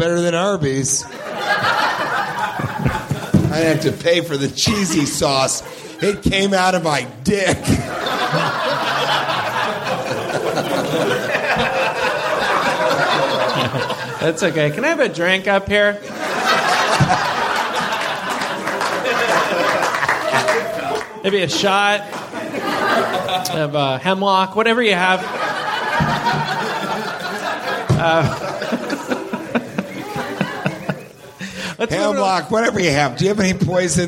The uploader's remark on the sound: Live from Skyline Comedy Cafe!